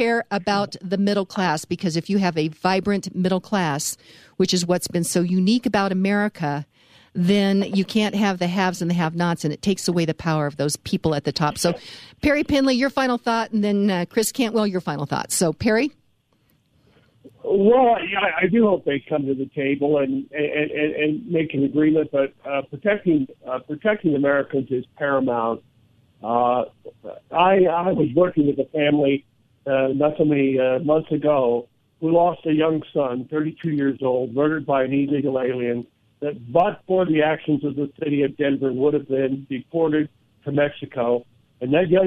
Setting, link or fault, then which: link, phone line